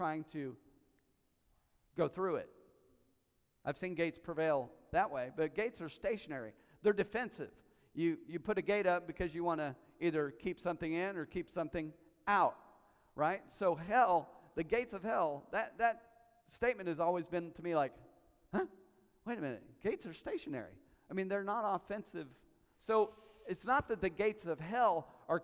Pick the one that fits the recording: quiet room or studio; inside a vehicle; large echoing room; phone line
large echoing room